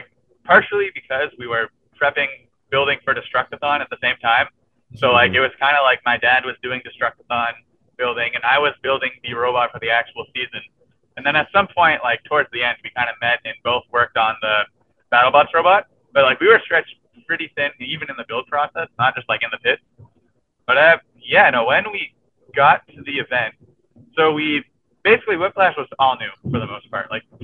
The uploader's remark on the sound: Live from his car! Hence no video.